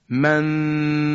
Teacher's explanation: من در اول مخرج سه نقطه ام، اما تلفظش نمی کنم، نونو هم مخفی می کنم. · Term: اخفای نون ساکن